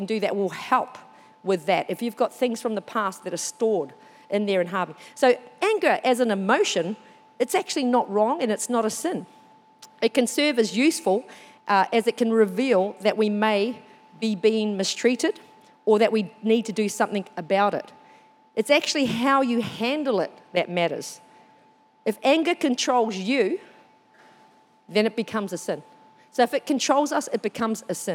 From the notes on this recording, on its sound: This was recorded during our 9am service.